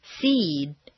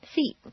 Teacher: a final voice consonant causes the previous vowel to double · At times, what appears to be a single syllable word will have a longer sound to it. Seed takes longer to say than seat